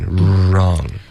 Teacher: 这个 wrong 开头嘴唇撅起来，稍微紧一点